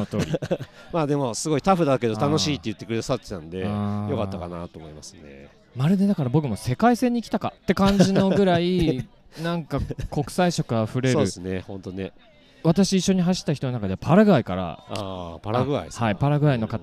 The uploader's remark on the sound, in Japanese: 収録地： 長野県北安曇郡白馬村 Grinduro Village。収録機材： ZOOM F3 (レコーダー)、AKG D5, C3000B（マイク）。